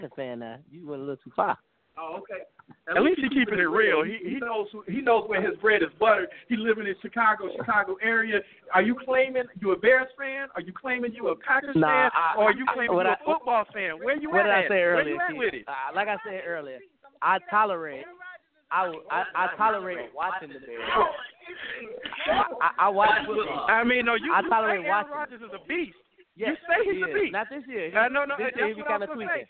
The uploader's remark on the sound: Live from Bears vs Packers Viewing Event.